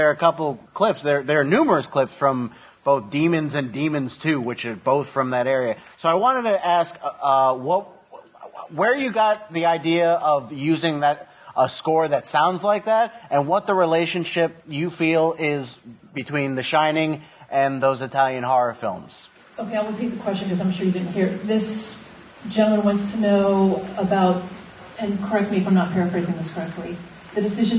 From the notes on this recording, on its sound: New York Film Festival 2012 – Room 237 Press Conference. The following is the press conference recorded.